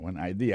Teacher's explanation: accent vient tomber dans la deuxième syllabe